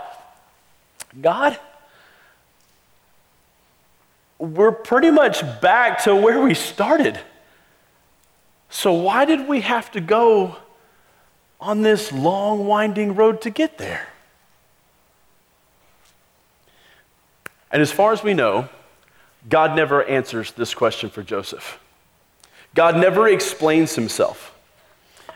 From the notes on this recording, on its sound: Christmas Eve Service (Audio).